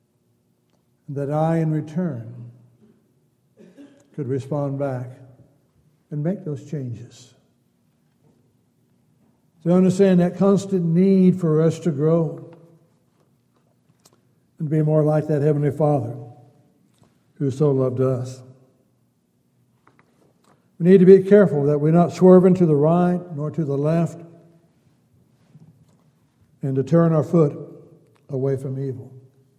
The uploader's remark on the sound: Downtown Church Of Christ Audio Sermon